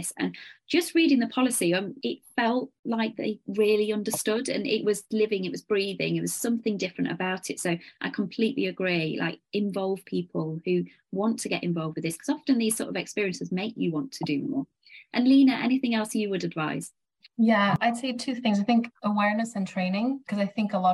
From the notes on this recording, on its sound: Diversity and Inclusion in Fertility Round Table conversation which was held on Zoom.